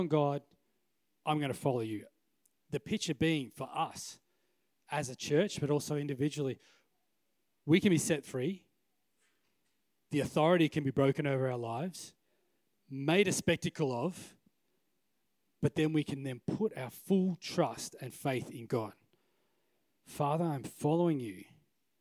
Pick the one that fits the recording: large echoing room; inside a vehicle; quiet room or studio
large echoing room